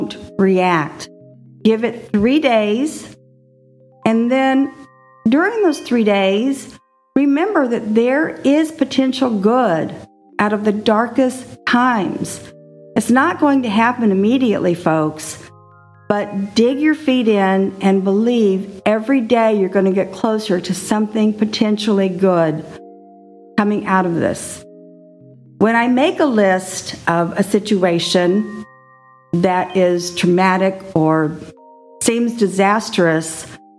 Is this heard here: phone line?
no